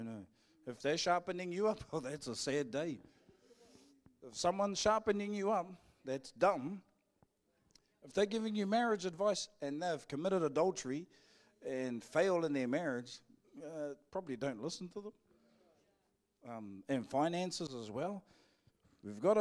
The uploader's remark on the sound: Live from IwiTapu Destiny Church Hawkes Bay